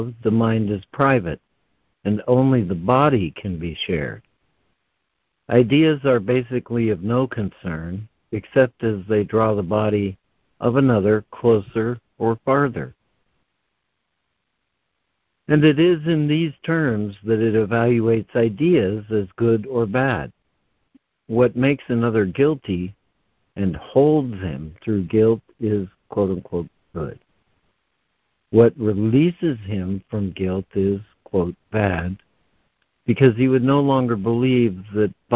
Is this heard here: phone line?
yes